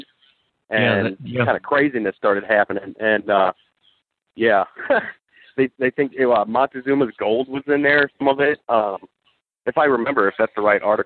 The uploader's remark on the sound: Call In Show